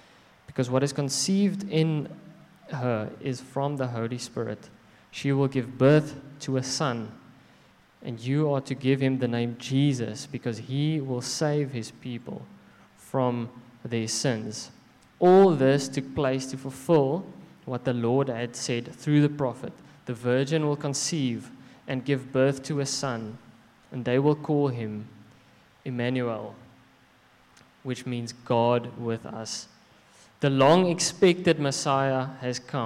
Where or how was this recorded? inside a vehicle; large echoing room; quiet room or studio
large echoing room